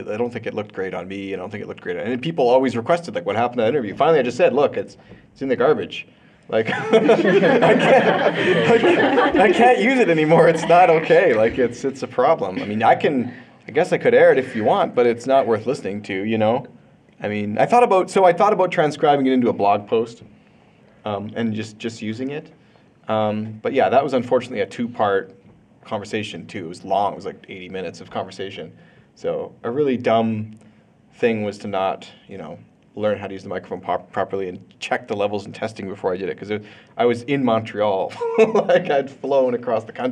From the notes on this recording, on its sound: Live in Calgary, AB. I participate in a live roundtable interview and conversation about podcasting.